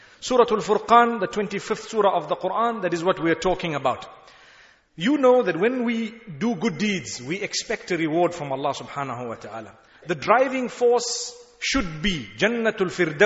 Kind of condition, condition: setting, large echoing room